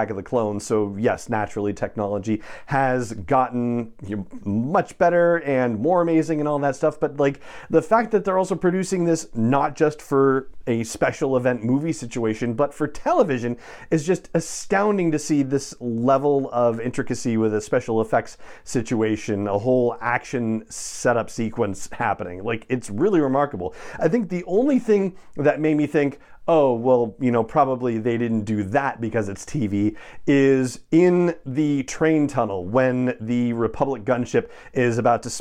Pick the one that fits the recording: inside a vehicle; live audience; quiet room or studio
quiet room or studio